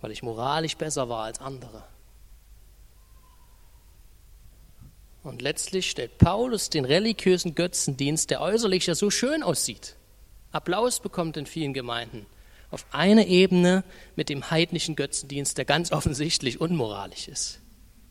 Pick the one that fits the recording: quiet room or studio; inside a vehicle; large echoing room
large echoing room